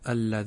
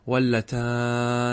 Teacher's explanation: شددت النون عوضا عن الياء المحذوفة فقلت اللذان هكذا، واللتان، وهي لغة تميم وقيس كما جاء في أوضح المسالك. · Term: تشديد النون